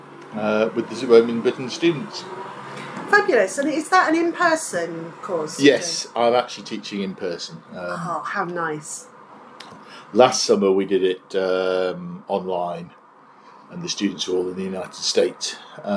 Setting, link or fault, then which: fault, background noise